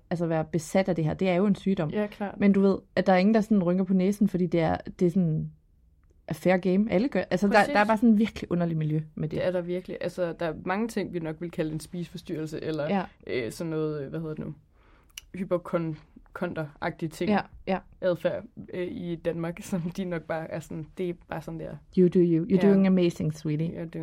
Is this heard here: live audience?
no